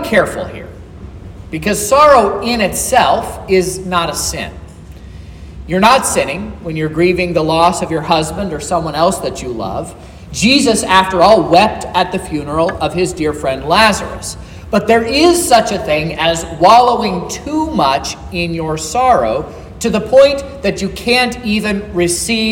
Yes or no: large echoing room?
yes